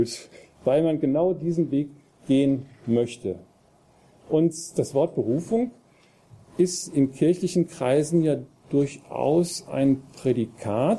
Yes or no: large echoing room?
yes